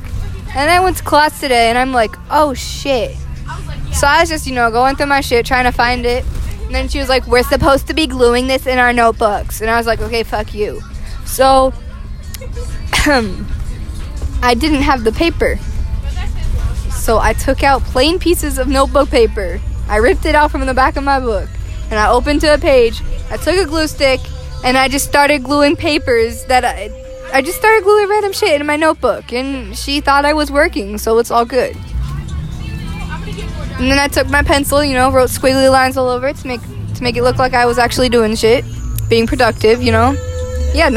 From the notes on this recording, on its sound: Recorded on a bus.